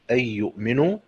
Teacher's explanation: حكم الإدغام الكامل للإمام خلف عن حمزة بدون غنة